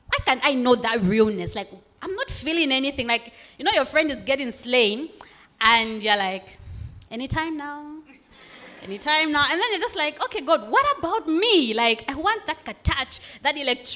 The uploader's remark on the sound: In front of a live audience at the Young Adults Conference 2022.